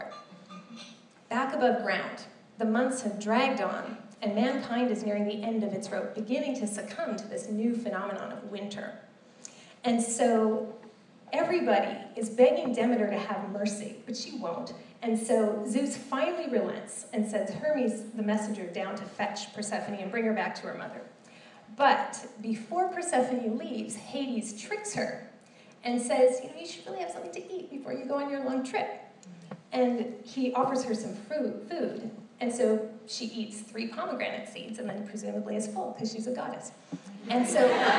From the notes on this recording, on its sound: This special episode is a recording of an hour-long keynote address I gave in the fall of 2016.